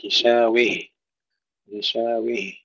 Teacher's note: وإذا وقفنا على كلمة غشاوة فإن الكسائي له فيها الإمالة